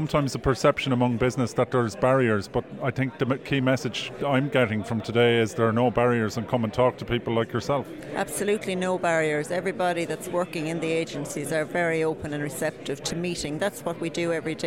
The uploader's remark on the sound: Amplitude 2019 - The Conference. Attended the conference on Wednesday 6th November and while there he spoke with a number of guests who were in attendance.